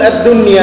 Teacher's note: هنا أظهرت النون الساكنة مع إنه جاء بعدها ياء، لكن إحنا أظهرناها كلها لأنها خلاص فقدت الشر ولأنه لا يصلح أن نشددها أو نضاعفها. · Term: الإظهار المطلق